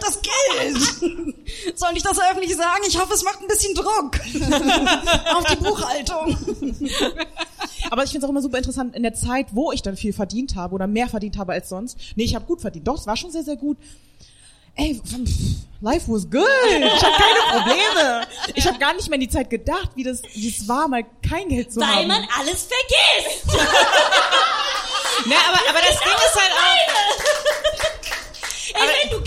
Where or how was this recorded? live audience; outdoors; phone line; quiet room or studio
live audience